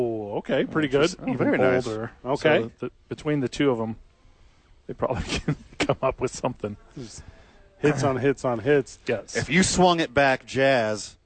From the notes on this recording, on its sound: live at The Duke Store